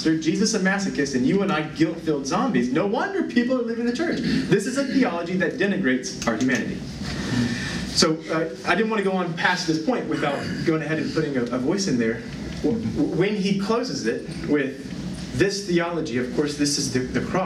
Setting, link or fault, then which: setting, live audience